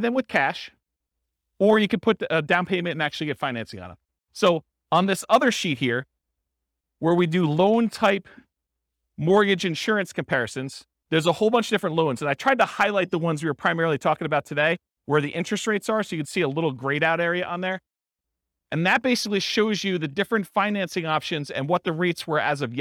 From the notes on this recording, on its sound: This was a live class recorded